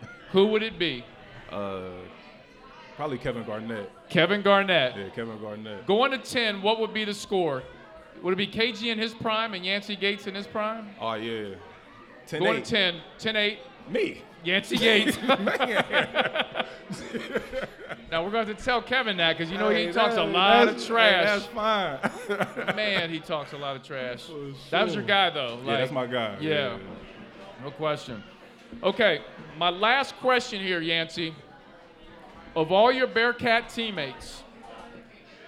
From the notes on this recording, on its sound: LIVE at Mio's.